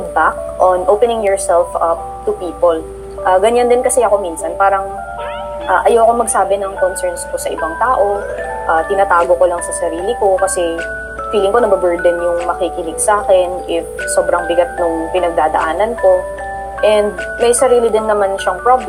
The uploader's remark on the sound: Apologies in advance if the audio quality isn't 100%, as the pandemic has forced us to produce this purely on an online basis.